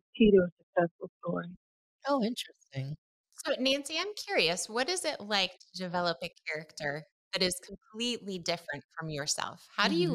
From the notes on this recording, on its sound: we experienced some connection issues during our interview so the quality is not what you normally expect from Talk Exchange